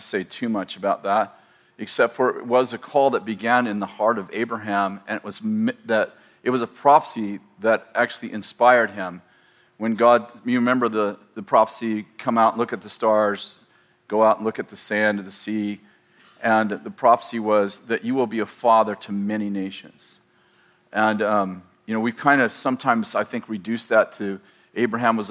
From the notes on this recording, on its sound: In this sermon from March 2020, at Bethel Church in Redding, CA